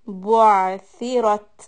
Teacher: عَيْن has سُكُون so from بَا ضَمَّ بُ to عَيْن سُكُون flatten the lips